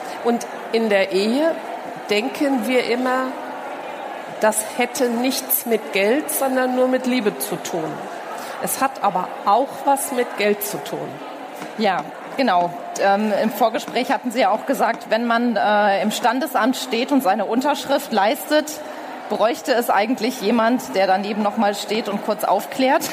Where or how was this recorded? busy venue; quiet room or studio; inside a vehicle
busy venue